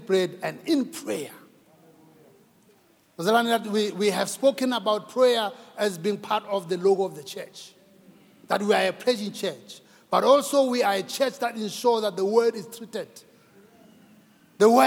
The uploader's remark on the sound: preached at Grace Bible Church Pimville on the 20th of February 2022